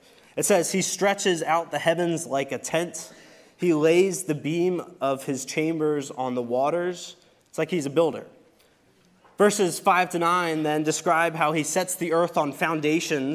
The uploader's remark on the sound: Recorded service from November 26, 2023.